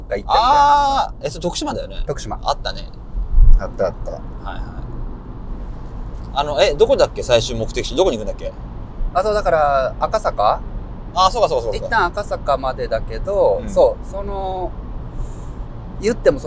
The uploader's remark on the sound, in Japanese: Enjoy Drive!・台場〜青山〜渋谷・。今週は羽田からお台場、南青山を経由して渋谷へと向かう車内での収録をお届け！その根幹を車内の揺れで誤魔化しながらの、番外編としてお楽しみください。